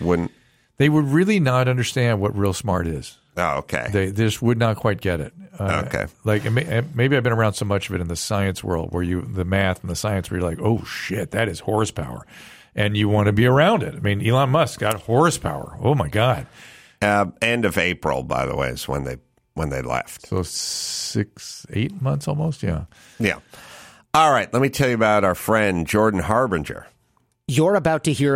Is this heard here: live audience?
no